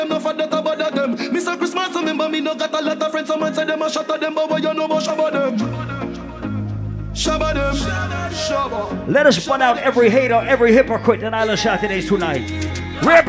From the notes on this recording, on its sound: Live audio recording of the later part of my set at Island Saturdays on Dec 18th.